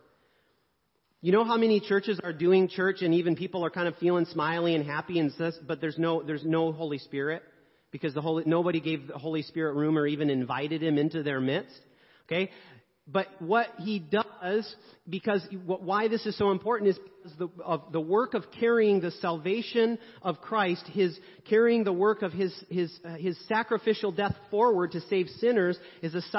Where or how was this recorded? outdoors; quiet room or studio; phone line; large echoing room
large echoing room